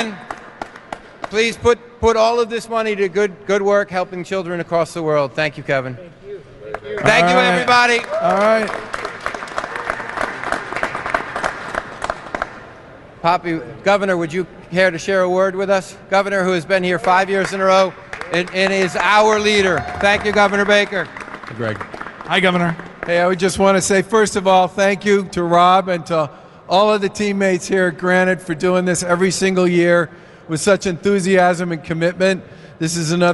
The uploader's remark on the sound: In the final hour of today’s live broadcast from Granite Telecommunication’s annual Buzz-Off.